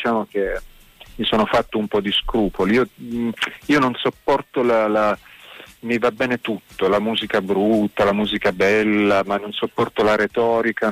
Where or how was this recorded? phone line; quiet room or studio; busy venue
phone line